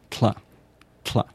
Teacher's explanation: The sound at the beginning of the word Klingon is actually an aspirated, let me get this right, it's an aspirated alveolar lateral approximate, or alveolar lateral affricate. So it's tla, tla.